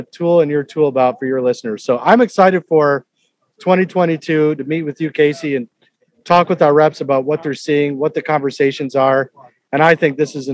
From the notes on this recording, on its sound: On the Move With Axon Tire – Live From the World Ag Expo. Live from Tulare and discuss the technology at the show.